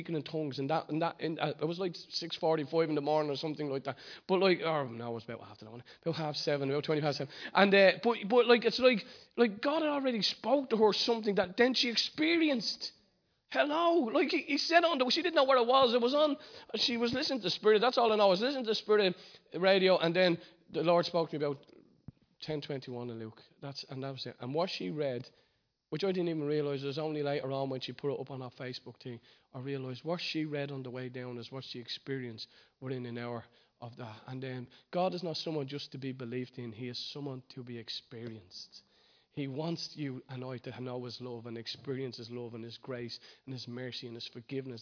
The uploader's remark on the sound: Recorded live at Liberty Church on 19th January 2020